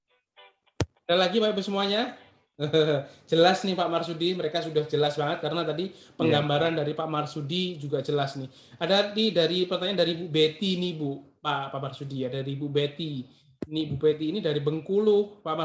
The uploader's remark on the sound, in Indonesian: Podcast ini adalah hasil rekaman dari Webinar "Modal Nekat Jadi Super Leader" pada sesi Q&A.